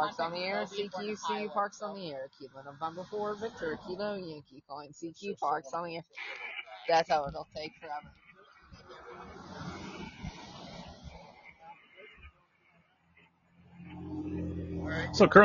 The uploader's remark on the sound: In this episode I come to you live from the Stones River National Battlefield national Park.